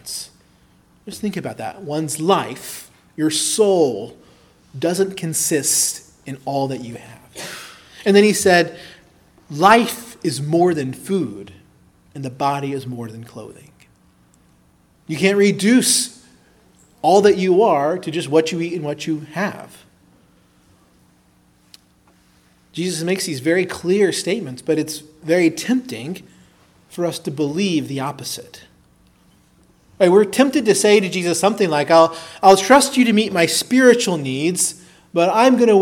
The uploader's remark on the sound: preached at Christ Our Savior Baptist Church